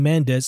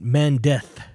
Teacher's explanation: when I speak or say a Spanish word that has a C or a Z, I say it with a TH sound · Shown in: second take · So instead of saying Mendez, I'm saying Mendeth.